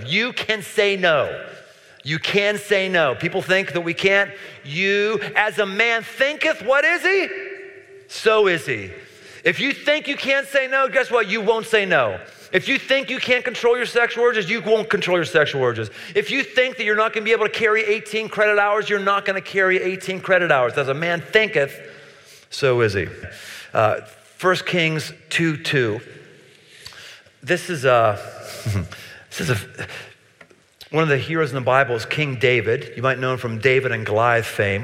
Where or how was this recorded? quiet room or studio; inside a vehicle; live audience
live audience